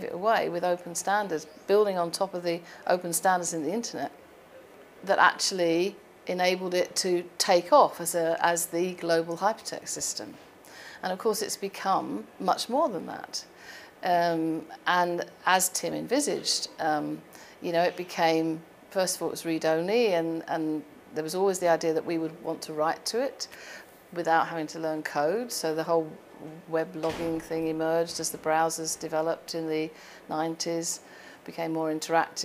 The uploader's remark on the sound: Recorded as part of World Summit AI 2018